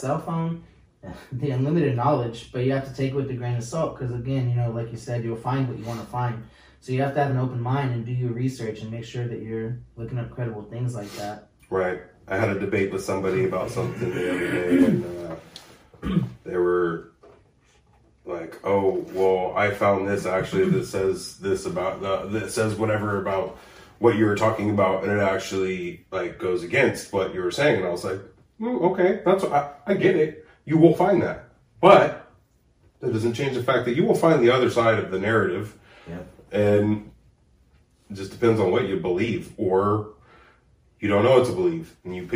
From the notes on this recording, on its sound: The audio is bad due to the fact that it was lost, so you're listening to the camera audio